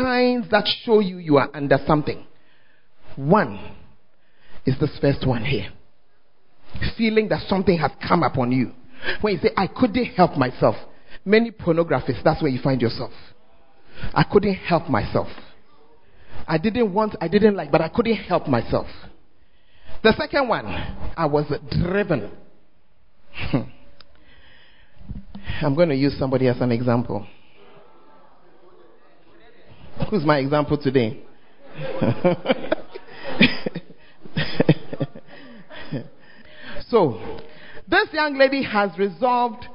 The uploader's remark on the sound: Preached at First Love Center, Ayeduase (Charisma Service)